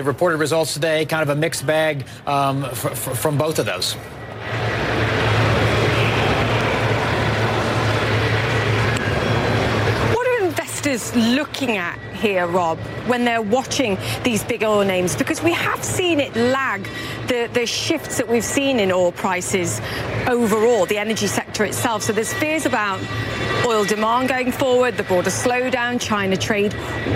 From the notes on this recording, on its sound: live from the New York Stock Exchange